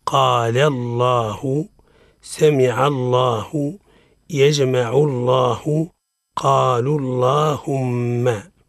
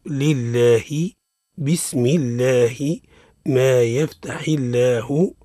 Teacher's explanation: تفخم اللام في لفظ الجلالة إذا سبقت بفتح أو ضم، نحو قال الله، سمع الله، يجمع الله، قالوا اللهم، وترقق إذا سبقت بكسر نحو لله، بسم الله، ما يفتح الله، قل هو الله أحد الله، سواء كان الكسر منفصلا أو عارضا.